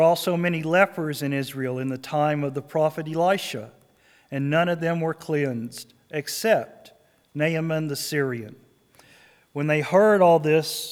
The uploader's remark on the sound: This is a recording of the scripture and sermon portion of our service